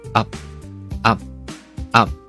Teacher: 最后口型肯定是闭合双唇的